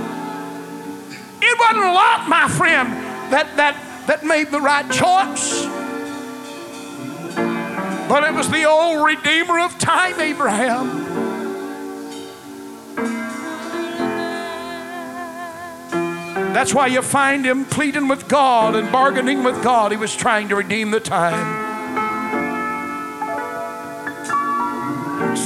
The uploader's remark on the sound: was preached at First Apostolic Church in North Vernon, IN, January 3, 1993.